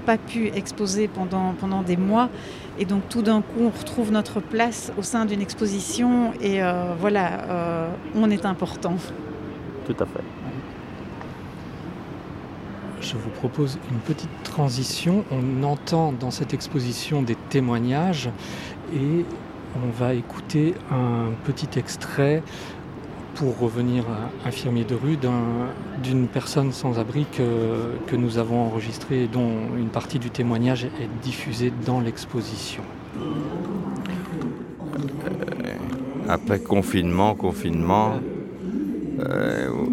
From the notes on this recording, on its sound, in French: Une émission en direct des Halles Saint-Géry